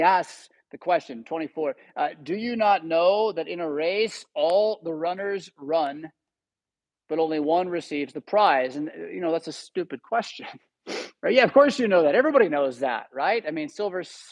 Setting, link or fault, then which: setting, large echoing room